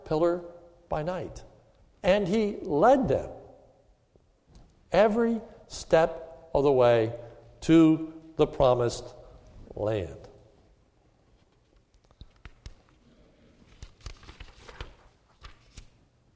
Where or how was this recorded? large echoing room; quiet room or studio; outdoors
large echoing room